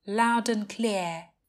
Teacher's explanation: Âm d ở từ loud nối với âm a